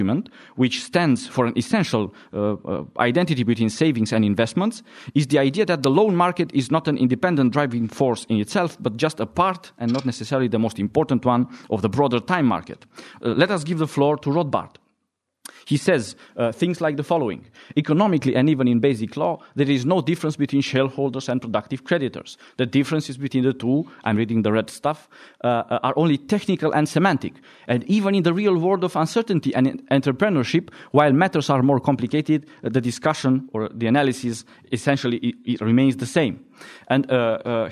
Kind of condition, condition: setting, live audience